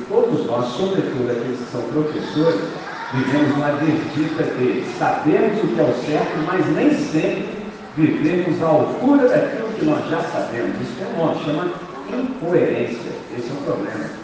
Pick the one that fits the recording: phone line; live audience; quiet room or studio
live audience